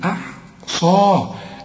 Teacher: هنرقق الهمزة وهنرقق الحاء زي ما تقول أحمد